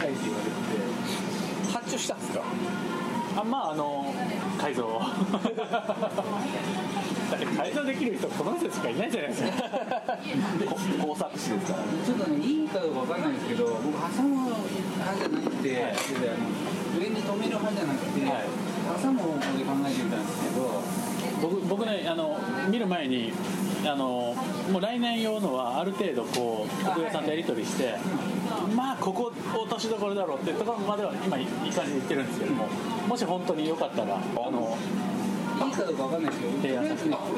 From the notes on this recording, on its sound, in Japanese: 文具焼肉会でラジオ収録